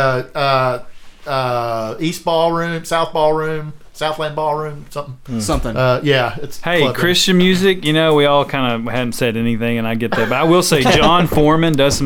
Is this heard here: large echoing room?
no